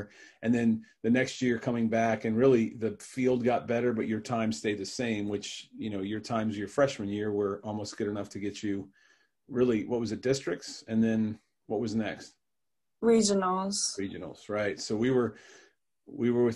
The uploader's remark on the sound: We literally did a zoom call from 2 different rooms in the house.